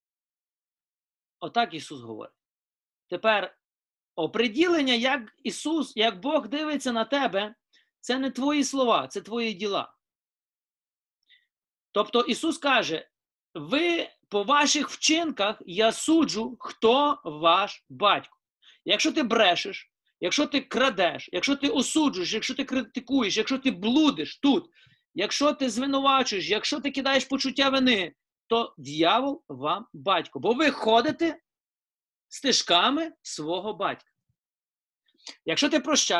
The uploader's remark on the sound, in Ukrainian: Zoom зустріч